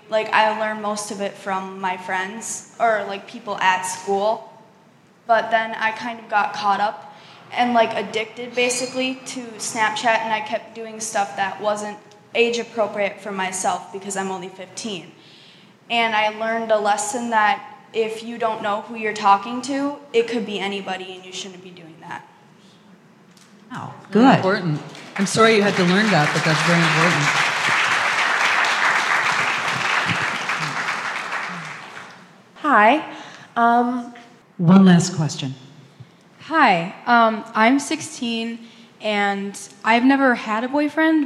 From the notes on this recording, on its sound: discussion with a live audience